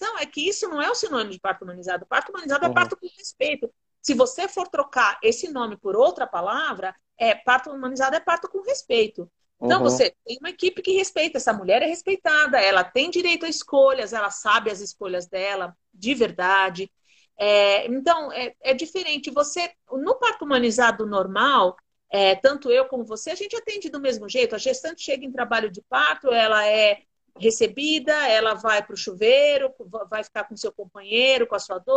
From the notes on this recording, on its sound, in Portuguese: Essa live foi realizada no Instagram